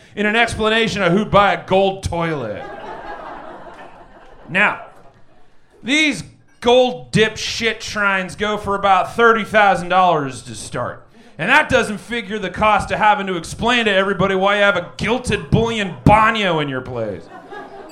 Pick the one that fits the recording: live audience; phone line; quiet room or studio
live audience